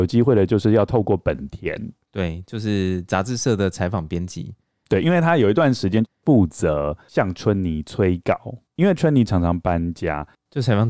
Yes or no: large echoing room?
no